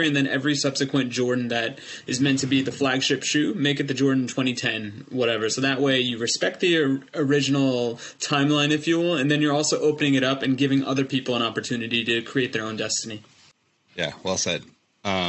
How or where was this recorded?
video call